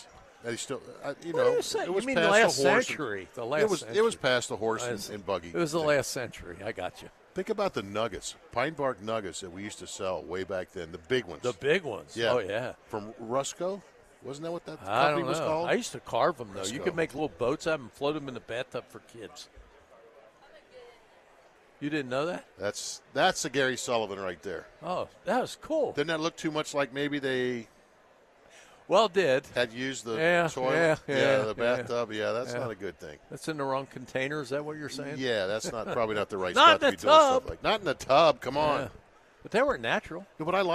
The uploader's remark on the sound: live from the Home and Garden Show